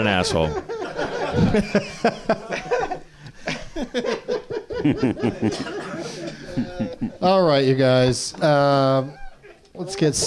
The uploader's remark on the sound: Live from the NerdMelt Showroom in Los Angeles